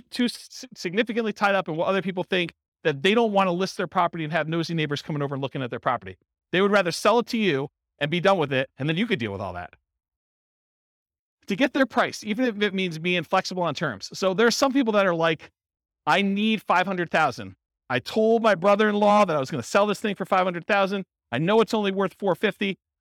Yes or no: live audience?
yes